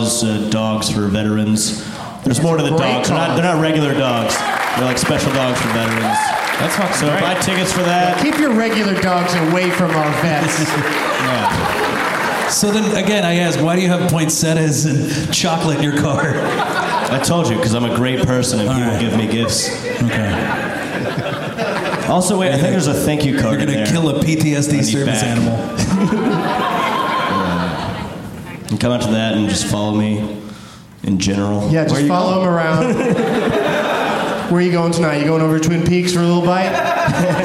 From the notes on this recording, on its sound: Live from the LOL Comedy Club in San Antonio.